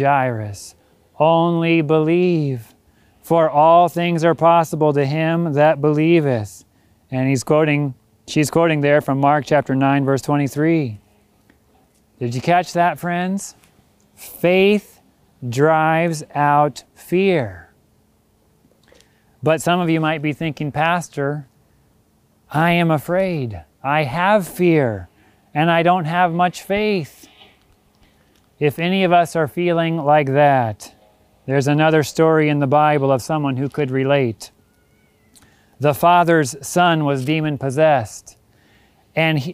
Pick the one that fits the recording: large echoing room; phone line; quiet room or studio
large echoing room